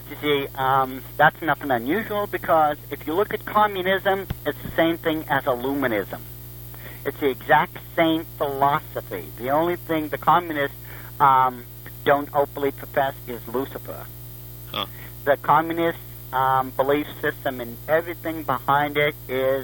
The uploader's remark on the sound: The phone connection gets better in the second half of the show!